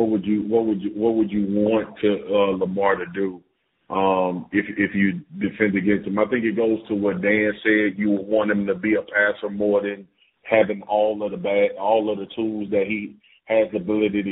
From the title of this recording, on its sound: NFL Live Conference Call